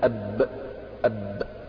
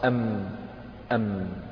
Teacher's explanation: الضغط هذا يكون أقوى في الباء منه في الميم